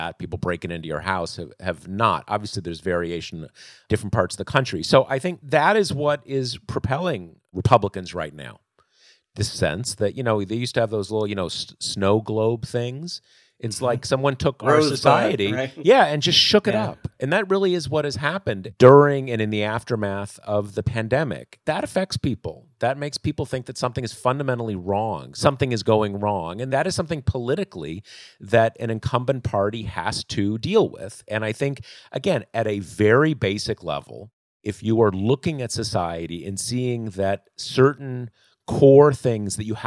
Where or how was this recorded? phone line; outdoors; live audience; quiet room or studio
quiet room or studio